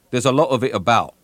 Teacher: they do replace the T's at the end of the words with glottal stops.